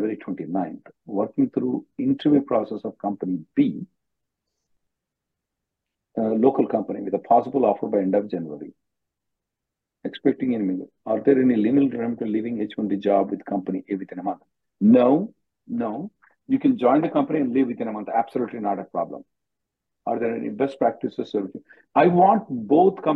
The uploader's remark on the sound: Conference Call